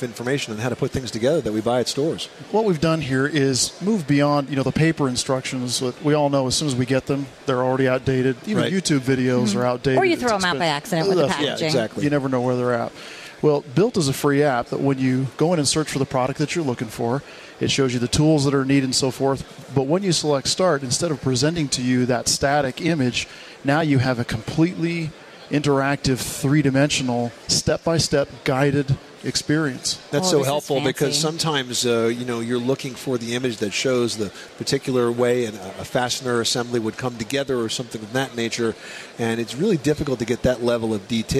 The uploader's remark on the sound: The Money Pit Broadcasts from the Top Products Pavilion at the 2015 National Hardware Show